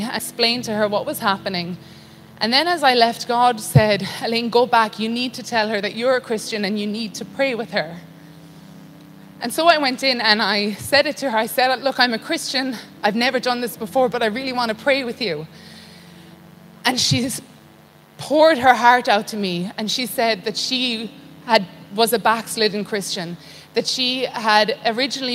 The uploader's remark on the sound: Recorded live from Christian Revival Church Australia.